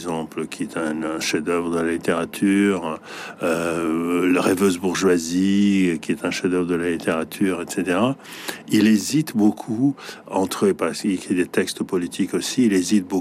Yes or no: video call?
no